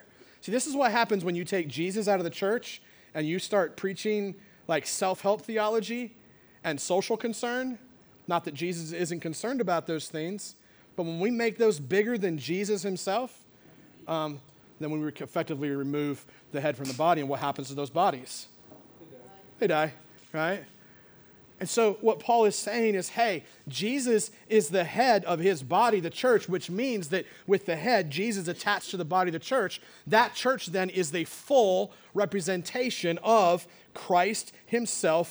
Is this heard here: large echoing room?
yes